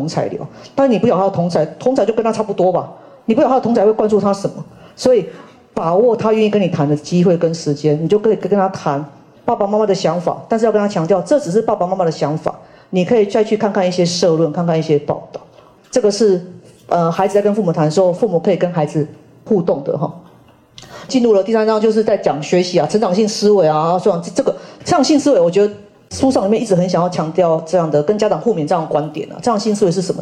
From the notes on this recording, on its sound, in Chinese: 人文讀書會現場錄音